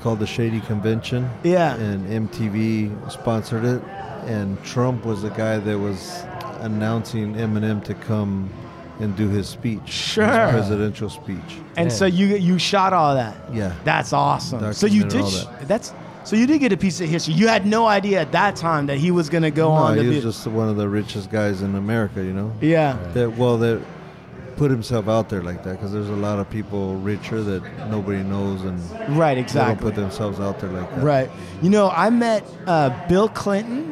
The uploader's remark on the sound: LIVE from the Art Show. Hard Luck Studios records live at the Regime Contemporary Art Gallery.